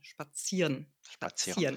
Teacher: die Endungen werden auch nicht so deutlich ausgesprochen, aber das N muss man hören